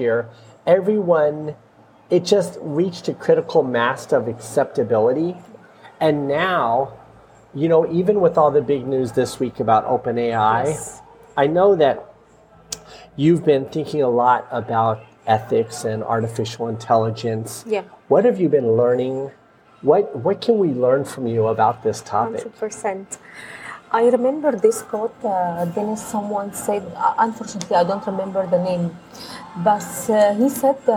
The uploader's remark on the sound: Recorded in a quaint coffee shop in Dubai.